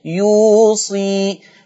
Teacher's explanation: هكسر الصاد فتبقى بعدها ياء ماديه